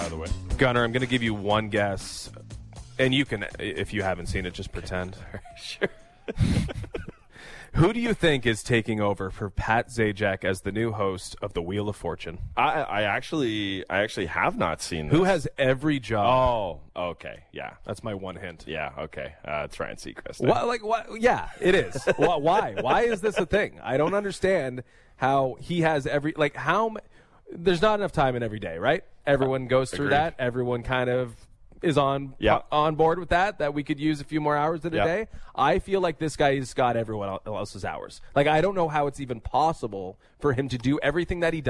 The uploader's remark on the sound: We’re live from the 14th annual Joe Carter Classic Golf Tournament at Glen Abbey Golf Club!